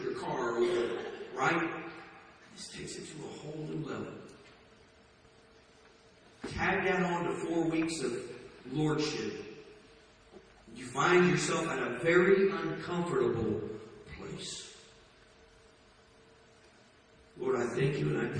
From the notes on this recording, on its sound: Please forgive the poor audio in this recording.